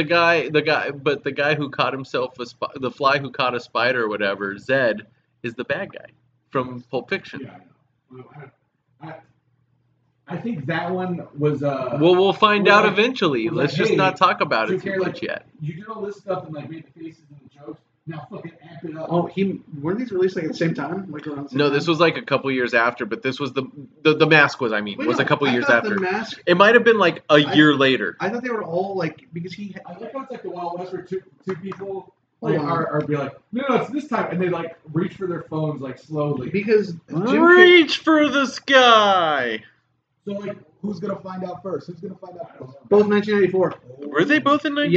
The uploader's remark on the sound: we’re aware that there is a sound issue with this episode